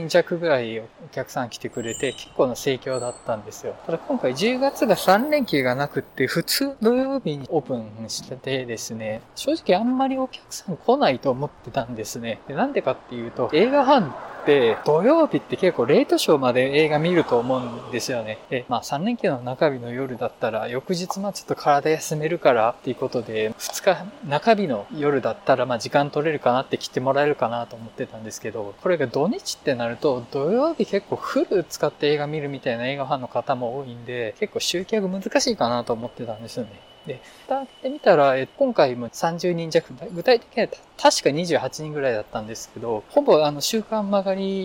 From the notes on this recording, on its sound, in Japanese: 道を歩きながら収録しているのでノイズが多いです。